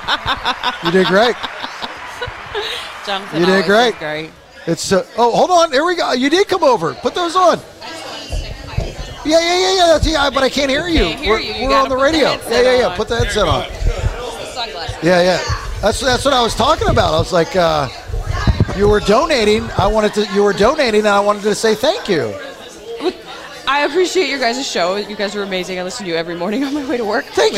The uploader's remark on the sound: The Bailey show partnered with the amazing charity Lost But Not Forgotten and put on a live show at Four Score Coffee House. People from all over the city showed up.